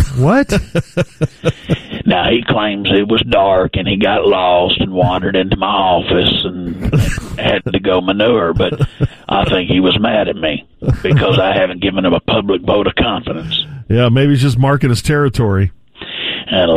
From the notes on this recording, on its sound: calls in from the Bravo Eugenia on Lake Lewisville